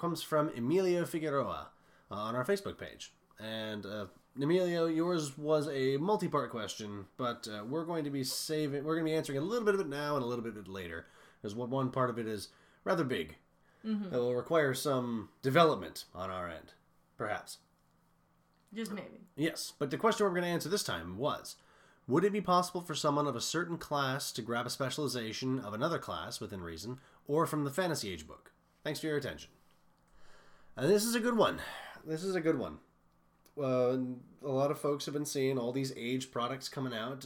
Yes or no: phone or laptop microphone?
no